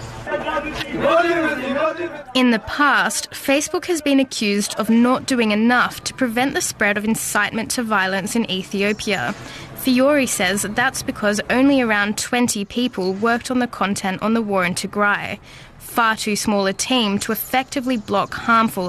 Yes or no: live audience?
no